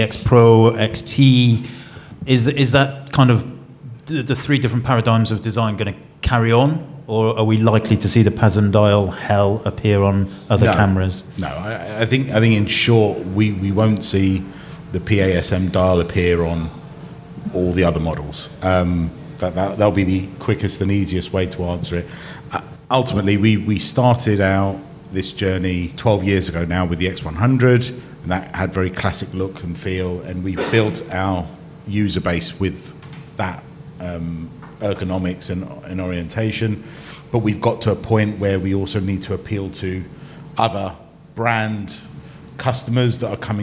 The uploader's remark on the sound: We're BACK ON THE ROAD at Fujifilm's House of Photography in London's Covent Garden with a live studio audience.